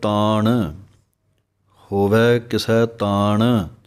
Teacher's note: ਤਾਣ ਦੇ ਅਣਾਣੇ ਦੀ ਆਵਾਜ਼ ਆਉਣੀ ਚਾਹੀਦੀ ਹੈ। ਕਈ ਨਾਨਾ ਪੜ੍ਹਦੇ ਹਨ ਤਾਣ, ਉਹ ਗਲਤ ਪਾਠ ਹੈ। ਅਸਲ ਪਾਠ ਹੈ ਤਾਣ ਹੋਵੇ ਕਿਸੈ ਤਾਣ।